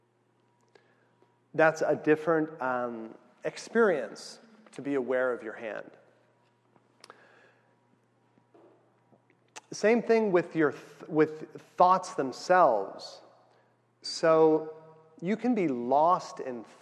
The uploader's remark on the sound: weekly Tuesday night meditation class held in San Diego California